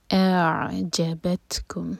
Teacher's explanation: اعجبتکم تا پر سکون ہے، تا پر ہمس کریں گے، سانس جاری رکھیں گے